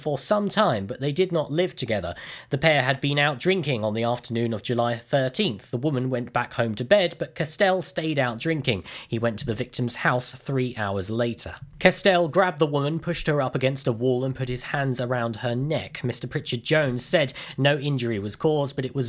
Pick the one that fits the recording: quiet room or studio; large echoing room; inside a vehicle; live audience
quiet room or studio